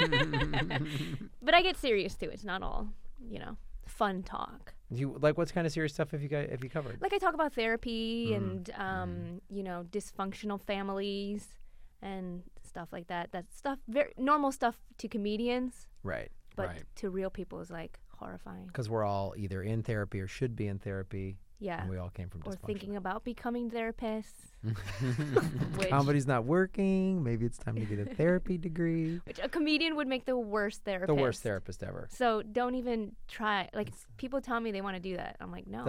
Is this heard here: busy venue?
no